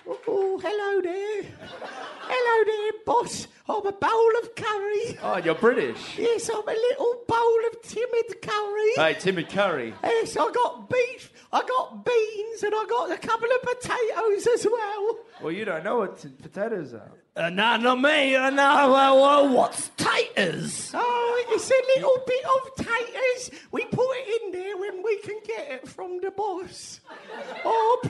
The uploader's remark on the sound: LIVE FROM SOHO THEATRE LONDON